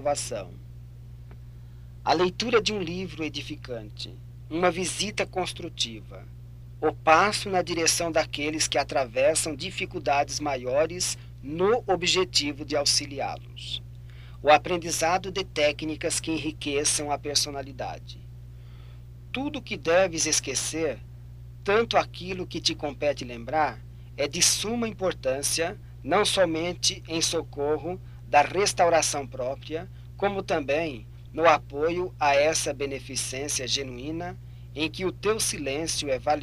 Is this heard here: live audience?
no